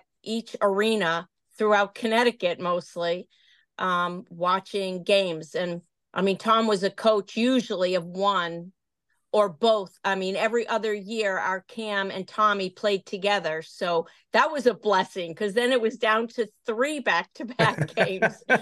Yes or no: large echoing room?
no